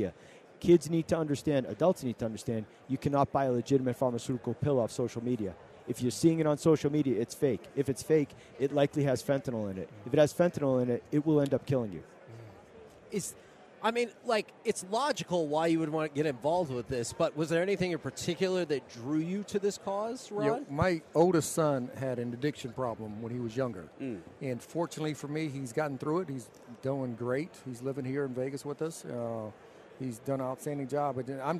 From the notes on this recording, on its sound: LIVE from Radio Row in Las Vegas!